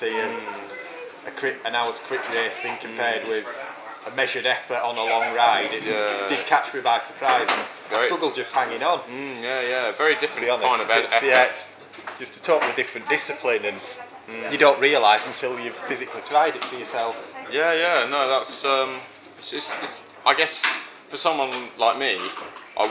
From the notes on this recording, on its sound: Apologies for any background cafe noise.